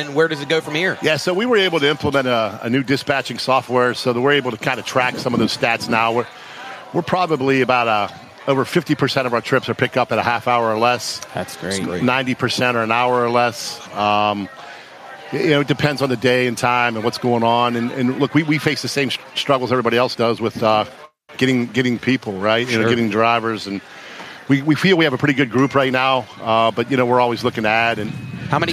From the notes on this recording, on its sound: The side-lines of the Upper Ohio Valley Italian Heritage Festival. Back in the studio.